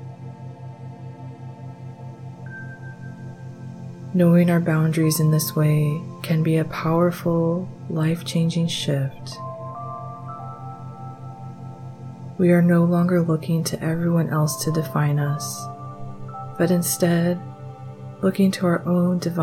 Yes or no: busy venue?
no